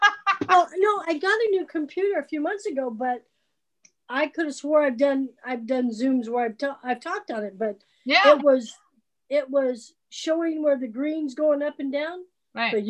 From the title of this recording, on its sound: First Zoom of 2021!